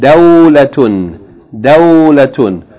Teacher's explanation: The first syllable is a diphthong, fatha followed by wow. With sukoon, dao, then a short vowel, la, and then ta marbuta with tanween.